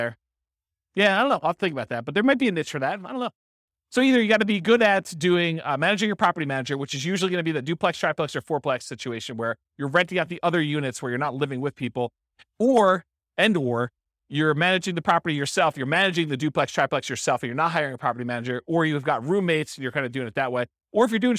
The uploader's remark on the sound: This was a live class recorded.